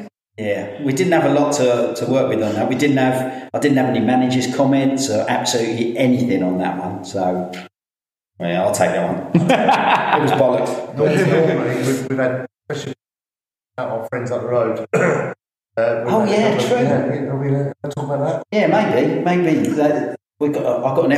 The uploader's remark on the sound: We also had sound issues for the first episode which have since been resolved in other recordings.